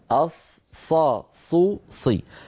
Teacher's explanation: الصاد الفصيحة التي هي كالسين وكالزاي من حيث المخرج